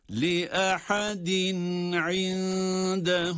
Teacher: tenvinden sonra, iki esreden sonra ayın harfi geldiği için izhar olarak okuyoruz.